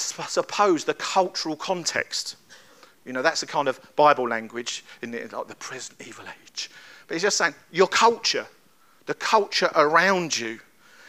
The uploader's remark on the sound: At Kings Church, Cockermouth, as an audio file.